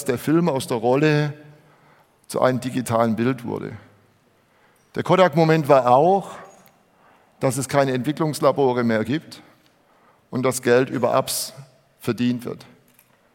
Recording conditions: live audience